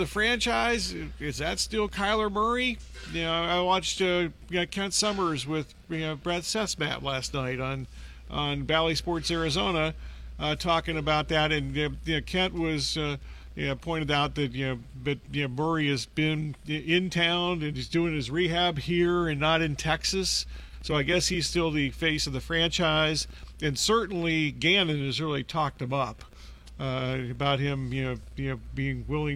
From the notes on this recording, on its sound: Live from Putting World.